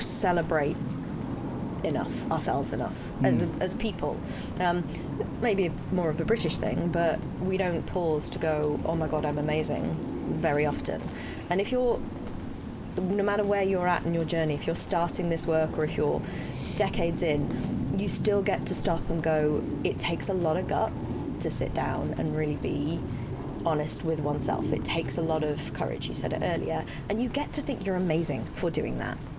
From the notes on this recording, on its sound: Rain, trains and even walk-on bit-parts. This week’s podcast is a feast for the senses - and we apologise in advance for the audio high-jinks. We’ve done our best to clean it up but you WILL hear rain in parts. You will also hear laughter as our team battle the elements…